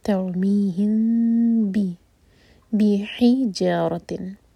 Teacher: تیور می ہم، ہم کا میم ہے اس کے بعد ہے با، تو یہاں پر ہمیں کرنا ہوگا اخفاء شفوی. تو میم کو ہم ایسے پڑھیں گے لائٹ ہونٹوں سے، مطلب ہونٹوں کو ٹائٹ بند نہیں کریں گے، اور 2 سیکنڈس کا ٹائم دیں گے اور پھر با پڑھیں گے.